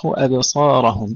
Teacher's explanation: ترقيق الهمزة والباء ثم تفخيم الصاد